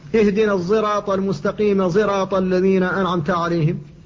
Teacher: وبعد الهمزة الفرع الثاني من فروع الحروف الصاد المشمة زاين، الصاد التي فيها صوت الزاي